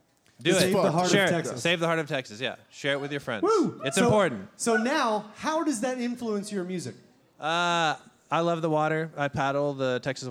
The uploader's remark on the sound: LIVE at the ASsSIFWAP 2020! Right in the middle of this awesome live event!